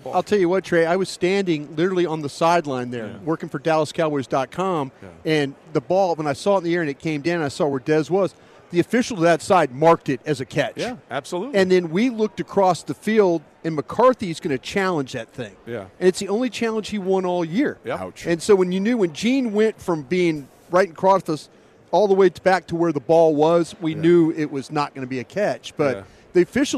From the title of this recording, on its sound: live from Super Bowl Radio Row